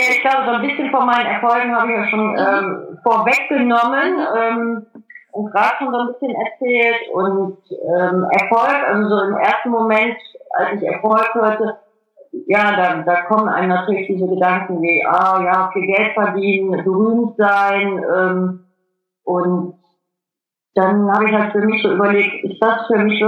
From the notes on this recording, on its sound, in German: Per Skype interviewt.